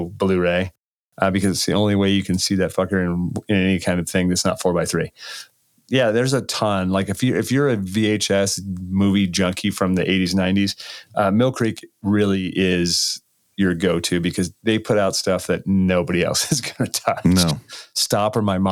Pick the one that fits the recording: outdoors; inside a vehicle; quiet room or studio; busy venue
quiet room or studio